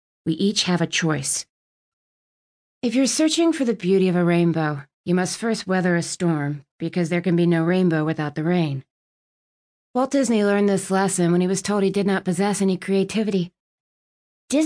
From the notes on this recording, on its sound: From my car.